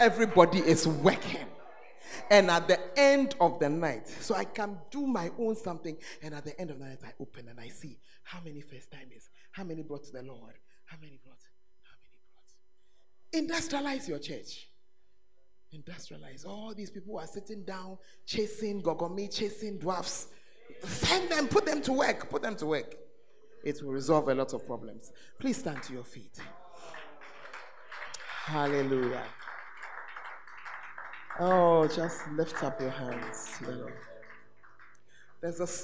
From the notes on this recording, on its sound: Preached at The Art Of Evangelism Conference